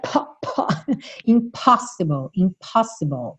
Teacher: lembra daquele arzinho que tem nessa consoante P. Não é impó, impó, é impó.